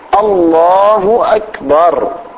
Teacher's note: لابد من إظهار الهمزتين، الله أكبر مو الله أكبر · Term: الهمزة